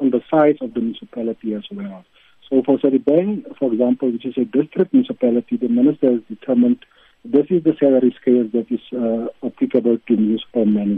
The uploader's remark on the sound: We’re now joined on the line